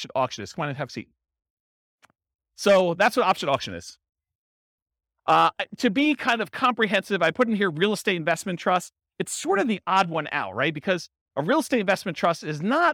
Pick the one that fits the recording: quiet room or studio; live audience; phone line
live audience